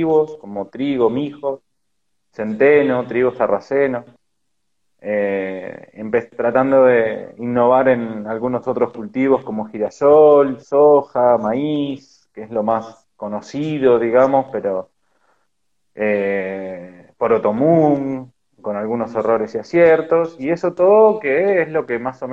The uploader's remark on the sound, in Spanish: Audio de la charla en vivo por Instagram